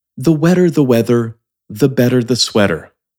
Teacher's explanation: the softening of the T into a D helps accelerate and move the phrase along, kind of like a liaison